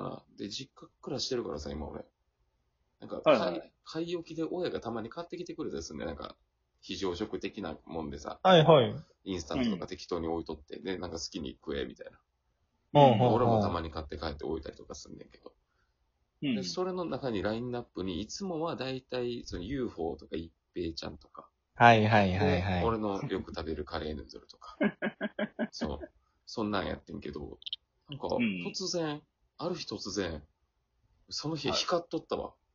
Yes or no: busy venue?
no